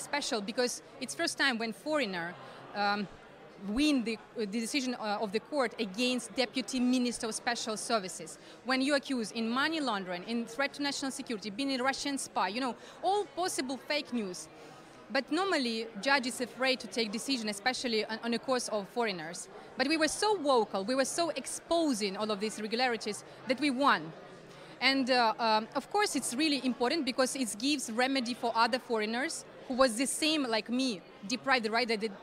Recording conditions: busy venue